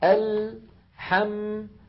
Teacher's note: لاحظوا اللام ساكنة، حم الميم ساكنة، فزمن اللام وزمن الميم واحد